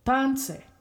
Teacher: It sounds like it has two syllables and it's pretty clear that the emphasis that I'm putting on it is at the first syllable